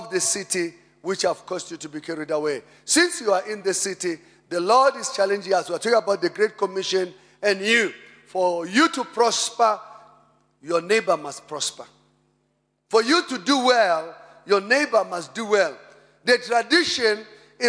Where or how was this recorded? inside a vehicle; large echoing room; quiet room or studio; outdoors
large echoing room